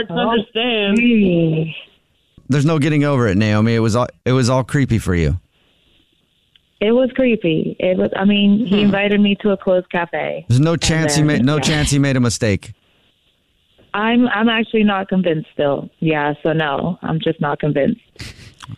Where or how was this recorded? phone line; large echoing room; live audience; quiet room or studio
phone line